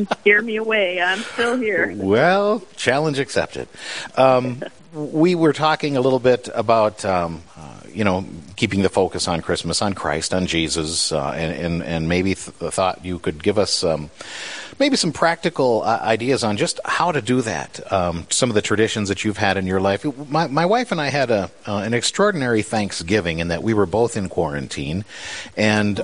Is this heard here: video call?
no